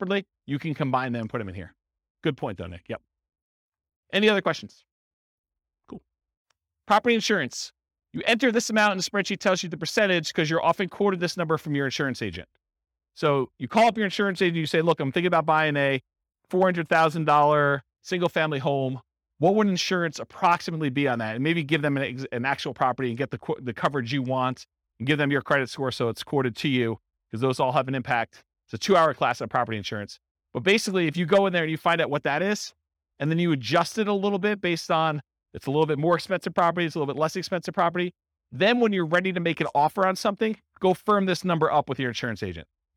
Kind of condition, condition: setting, live audience